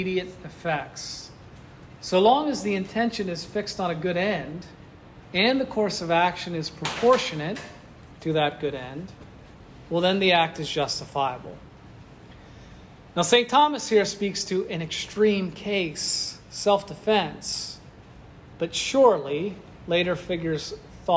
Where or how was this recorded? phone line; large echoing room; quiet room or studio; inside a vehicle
large echoing room